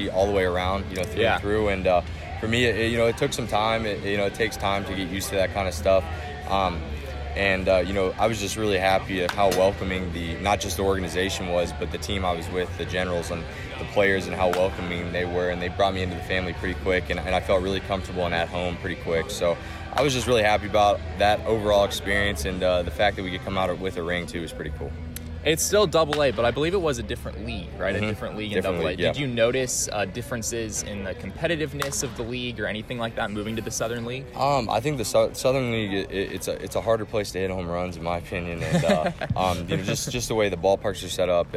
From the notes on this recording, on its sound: Recorded from the AFL at Salt River Fields in Scottsdale